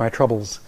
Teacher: My is cliticized. It's pronounced as if it belongs to the word troubles.